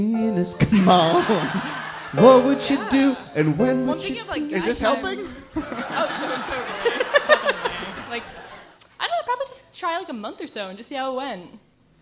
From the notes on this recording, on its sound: Ask Roulette is a conversation series in which strangers ask each other questions on stage. Our March show at Housing Works Bookstore in New York City. Some audience members.